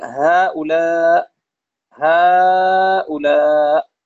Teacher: متصل رسما منفصل حكما يمد 4 أو 5 حركات للحفص عن عاصم من طريق الشاطبية أيضا، لكن هذا جوازا وليس وجوبا. · Term: المد المنفصل